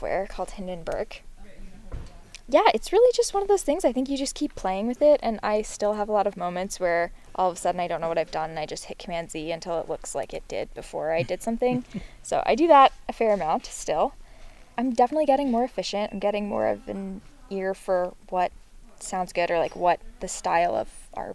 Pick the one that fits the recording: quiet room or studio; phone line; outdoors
outdoors